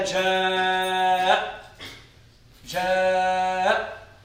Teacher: الذي يهمنا أن الهمزة حرف شديد مجهور